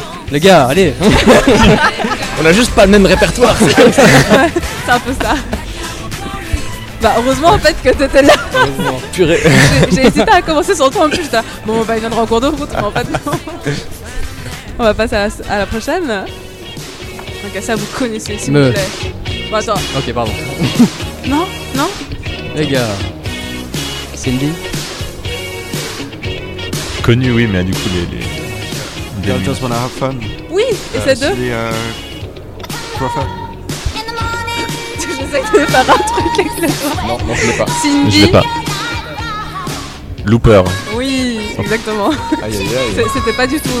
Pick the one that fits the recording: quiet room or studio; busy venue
busy venue